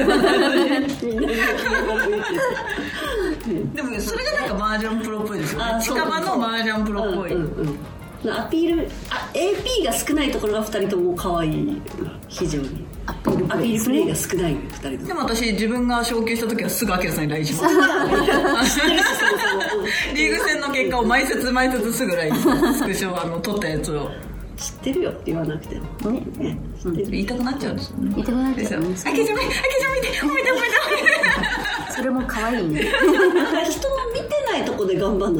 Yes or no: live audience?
yes